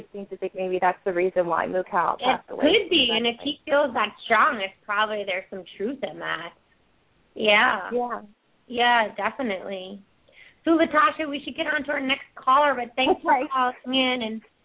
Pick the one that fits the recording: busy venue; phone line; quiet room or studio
phone line